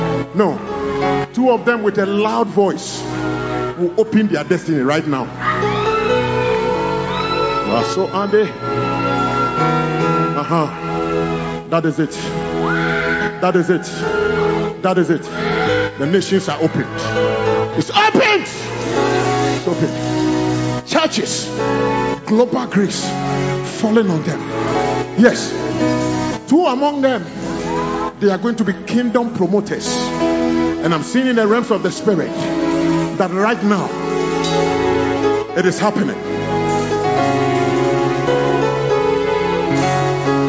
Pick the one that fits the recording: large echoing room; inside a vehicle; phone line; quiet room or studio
large echoing room